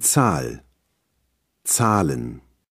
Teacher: Hier hat das H nur die Funktion, den Vokal lang und gedehnt auszusprechen. · wenn das H in der Wortmitte nach einem Vokal steht, hört man es nicht.